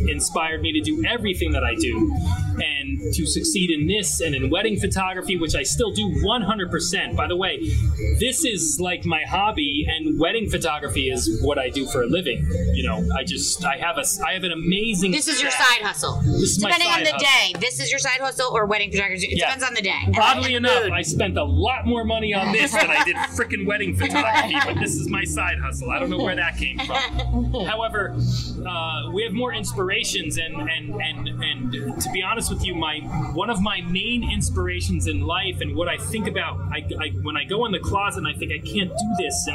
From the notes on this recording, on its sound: Recorded LIVE on Monmouth Street in Red Bank, NJ (8.27.20)